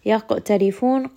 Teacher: qaf is going to have qalqala, and ra here in this case is light because it has a kasra